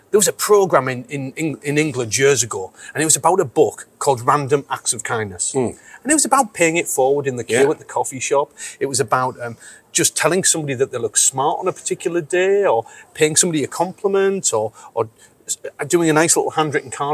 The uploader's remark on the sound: we are live in Miami, FL at our 2023 BNI National Conference